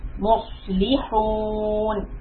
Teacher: It's very easy to make a seen sound here, because the difference between the sod and the seen is the back of the tongue is lifted for sod, for seen it is flat. So mus, when I say mus, I try to lift the back of the tongue, muslihun, and then push the lam kasra, muslihun.